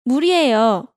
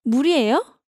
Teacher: You simply raise the tone at the end of the sentence. · Shown in: second take